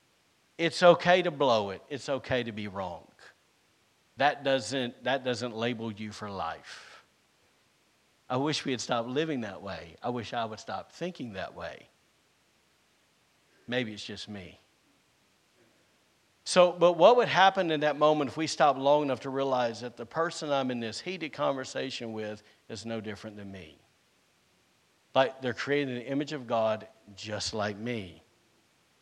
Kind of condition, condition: setting, large echoing room